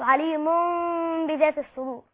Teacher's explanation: بعد ذلك مع التنوين نحو عليم بذات الصدور، هي قلبت ميما للتخفيف اللي هي الضم هنا، قلب ميما للتخفيف ثم أضغم في الباء · Term: الإقلاب